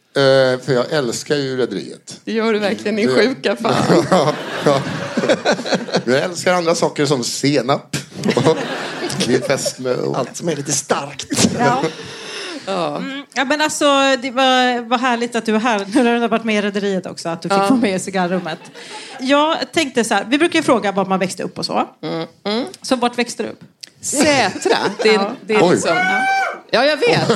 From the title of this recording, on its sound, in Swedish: Live på Scala